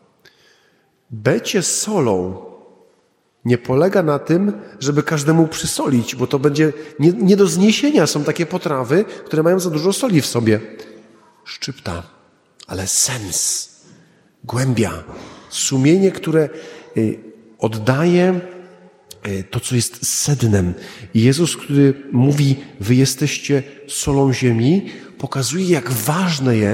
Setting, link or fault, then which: setting, large echoing room